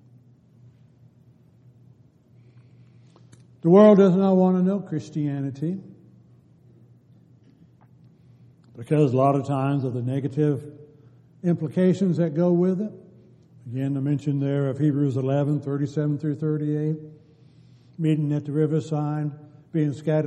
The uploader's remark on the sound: Downtown Church Of Christ Audio Sermon